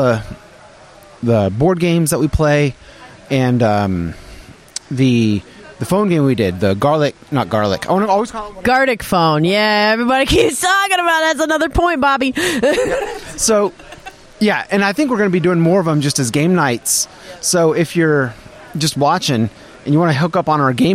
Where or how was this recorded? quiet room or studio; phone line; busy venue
busy venue